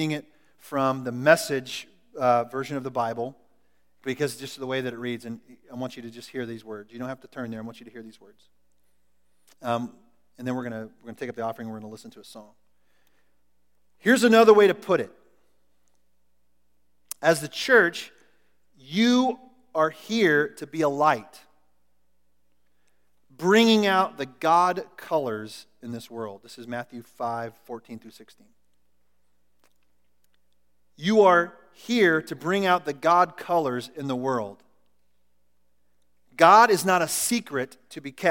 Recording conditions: large echoing room